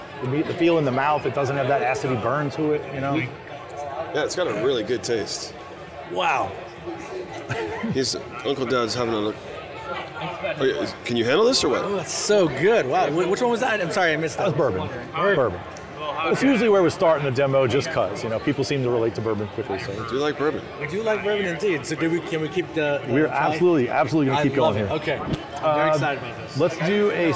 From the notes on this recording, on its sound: This episode is “Live” from Fan Expo New Orleans.